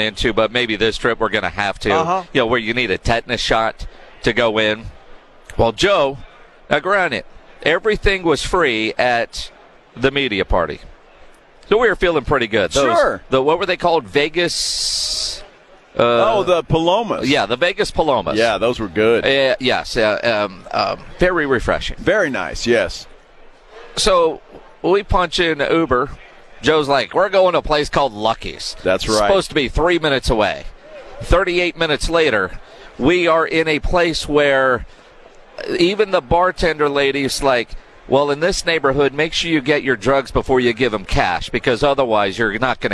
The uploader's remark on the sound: Live from Day 3 of Media Row in Las Vegas